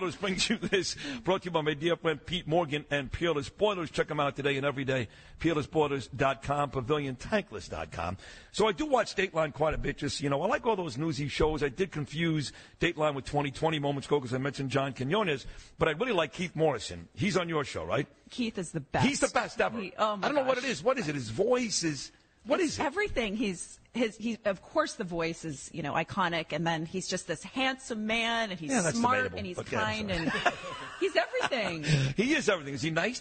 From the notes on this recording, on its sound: live from Oheka Castle